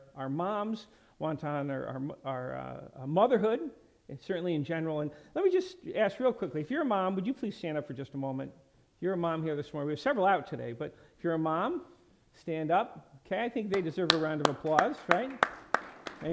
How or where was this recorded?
large echoing room